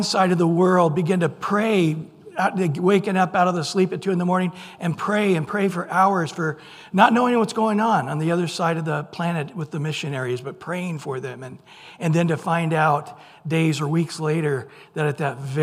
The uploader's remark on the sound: Recorded at Calvary Chapel of Los Alamitos